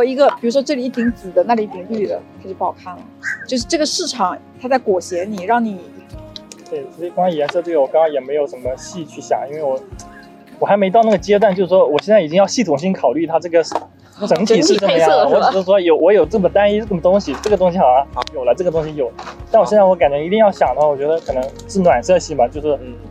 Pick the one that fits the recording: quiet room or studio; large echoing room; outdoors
outdoors